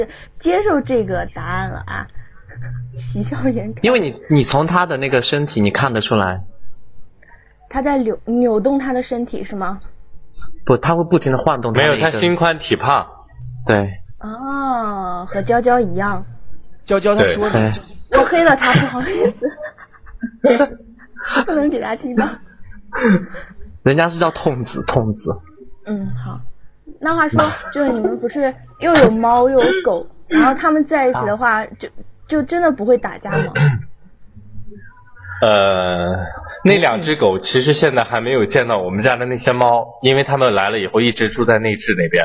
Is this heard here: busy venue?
no